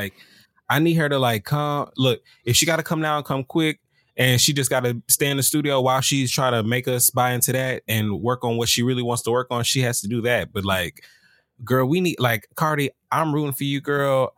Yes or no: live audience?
no